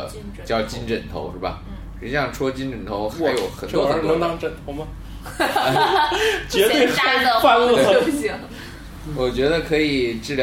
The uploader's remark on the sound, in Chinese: 本期节目为在张大妈办公区用录音笔录制，可能有街道上的杂音，请见谅。